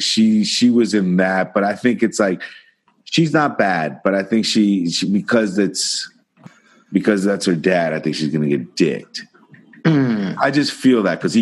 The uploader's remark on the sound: Somehow recorded through Zoom. The guys practice some social distancing even though they are “essential” workers.